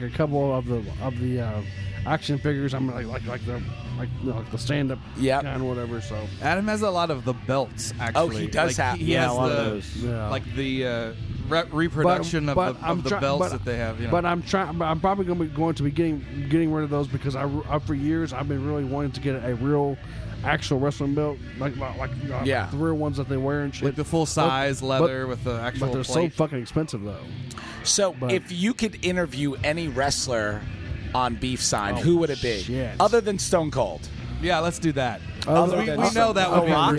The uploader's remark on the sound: Joins us on location at the Vogue Theatre in Indianapolis for this special episode.